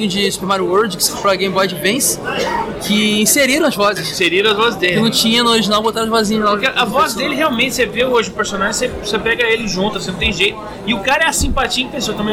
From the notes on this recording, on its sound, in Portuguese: Lendas presentes na #BGS2018. Em nosso último podcast gravado na #BGS2018.